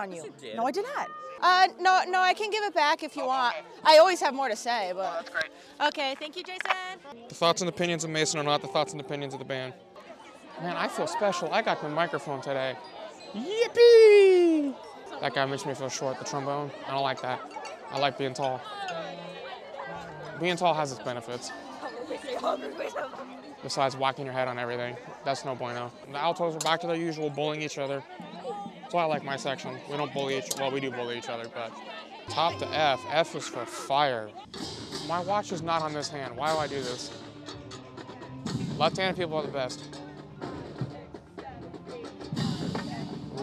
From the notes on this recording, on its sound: Enjoy these highlights from mic'ed up members of the UNH Marching Band during our 2023-24 Road show!